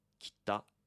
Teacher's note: you have your glottis way in your throat, and it causes like a brief stop · Term: double consonant